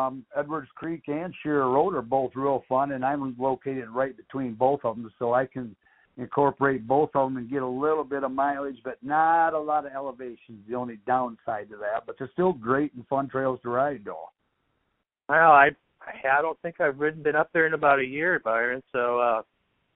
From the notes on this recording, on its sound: a phone conversation